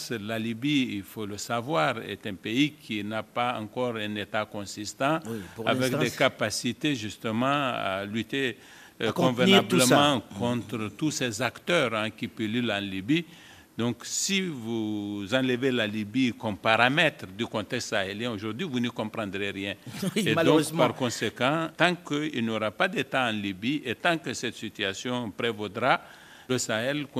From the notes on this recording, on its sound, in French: Un débat enregistré à l’occasion de la 7ème édition du Forum international de Dakar pour la paix et la sécurité en Afrique.